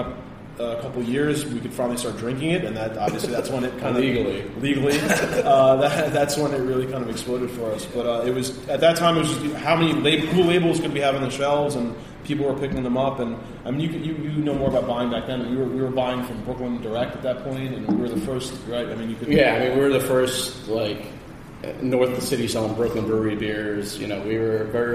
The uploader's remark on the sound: on location at Portchester Hall in Westchester